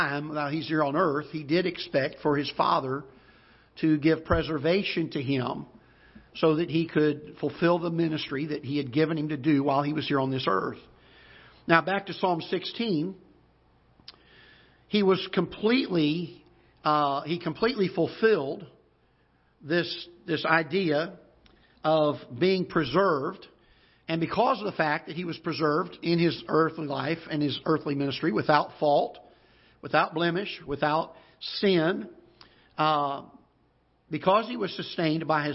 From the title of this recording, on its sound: Ketha Heights Baptist Church ~ Live Broadcast